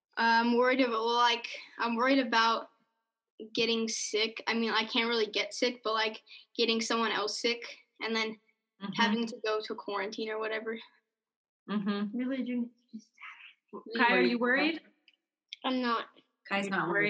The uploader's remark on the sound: on Zoom